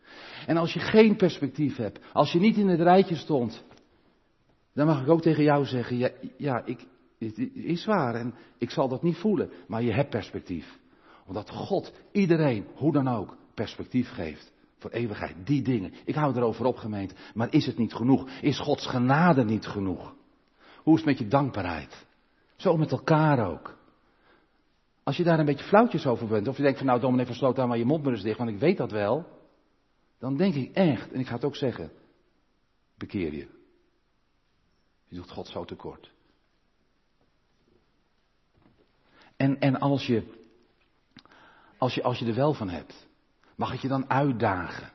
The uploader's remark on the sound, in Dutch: De preek is op 13 november 2022 opgenomen in de Maranathakerk in Groningen